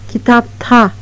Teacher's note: Bu durumda ekin başındaki D sesi yumuşak olduğundan sözcükte ünsüz benzeşmesine aykırı bir durum görülür. Kurala uyulması için D sesi sertleşmelidir. Bunun serti ise T'dir.